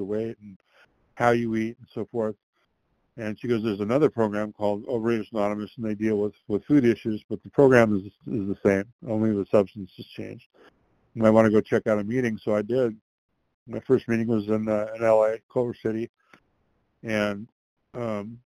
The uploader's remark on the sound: from the 100 Pounders Phone Meeting, 12/8/22